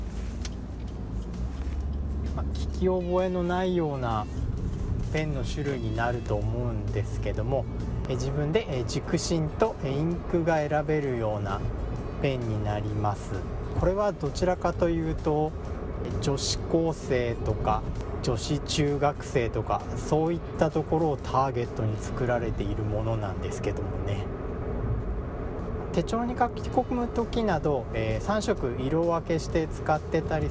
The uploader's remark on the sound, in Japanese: 車中収録で、周囲の音入りまくりです